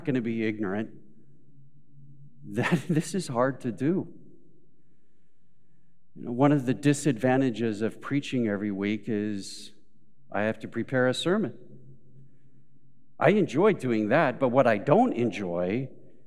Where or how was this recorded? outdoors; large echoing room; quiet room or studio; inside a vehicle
large echoing room